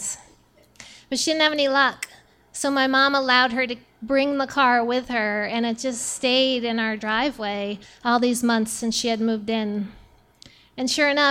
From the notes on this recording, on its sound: Our final slam this season was themed "DIY," held at New City Brewery in Easthampton. The audience vote gave us a tie for the very first time.